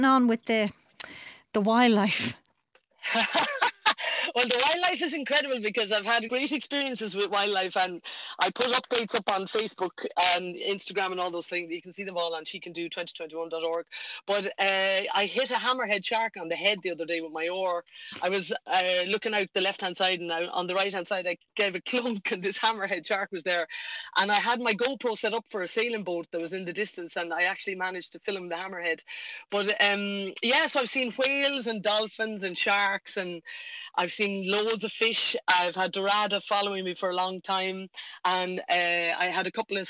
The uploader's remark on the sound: live from her boat